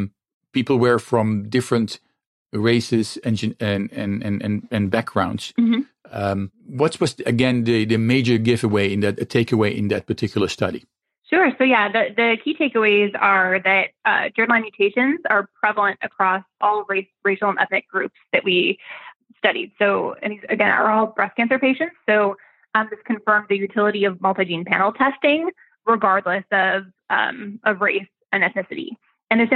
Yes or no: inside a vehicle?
no